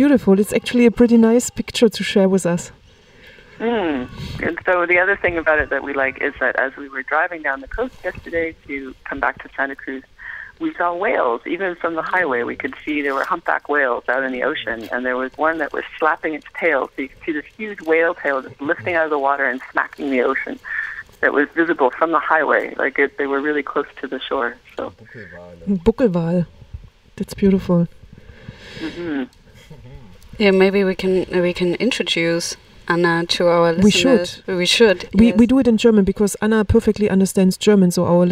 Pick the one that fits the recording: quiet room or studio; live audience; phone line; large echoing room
phone line